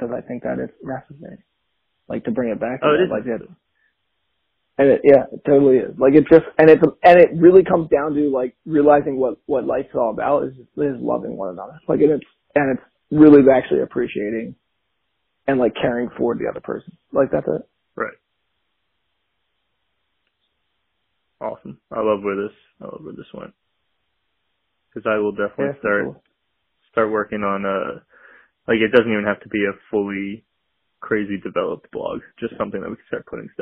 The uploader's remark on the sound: have a phone call